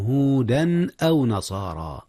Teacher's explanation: أظهر التنوين قبل الهمزة، إذ الهمزة من أحرف الحلق وهي من أحرف الإظهار طبعا.